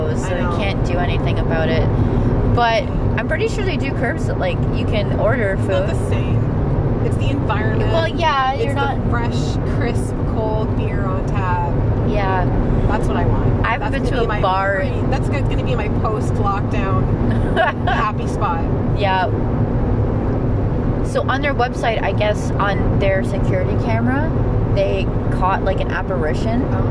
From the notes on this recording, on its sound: during a drive in the car